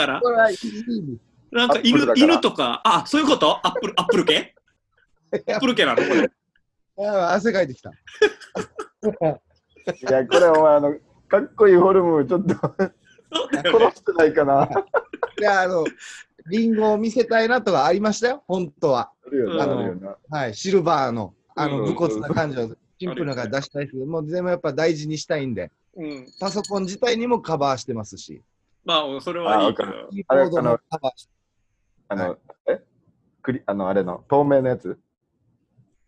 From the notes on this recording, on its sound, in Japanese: なかなか3人で集まれない中、このご時世らしくZOOMでステイホームしながら風を吹かせてみました。